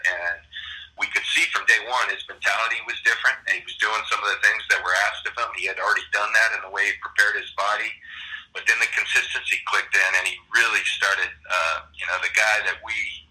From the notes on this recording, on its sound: Conference call with the media on Sunday.